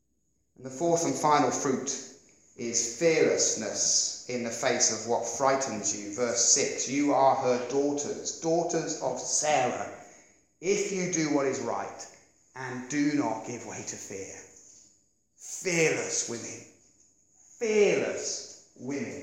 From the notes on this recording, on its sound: Preached 30th Oct 2016 at Beacon Church